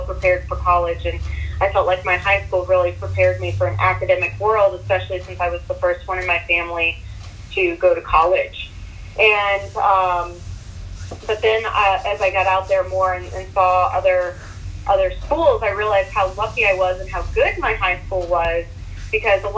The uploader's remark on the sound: This is a phone interview. A mic connection issue.